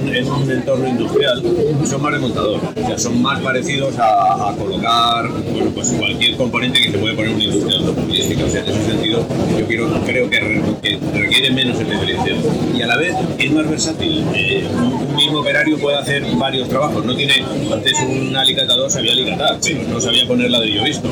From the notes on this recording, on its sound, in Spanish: Esta semana hemos viajado de la mano de SIKA a Madrid, para asistir al REBUILD 2022. Os pedimos perdón por la calidad del audio, que no ha sido todo lo bueno que quisiéramos que fuese.